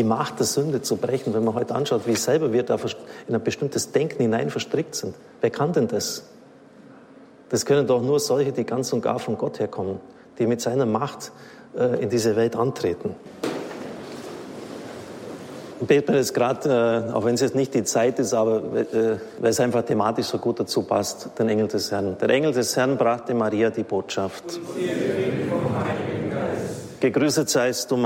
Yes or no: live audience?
yes